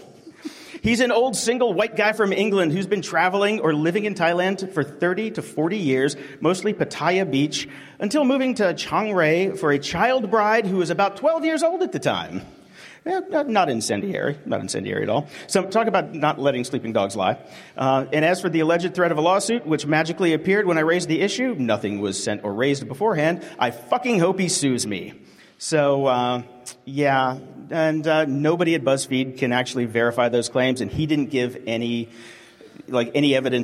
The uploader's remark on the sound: Coming to you live in front of a studio audience from the 2018 Fireside Conference in Canada. Live from Fireside 2018.